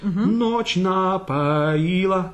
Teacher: А, it's written О, but it's А. Ночь напоила, А он И.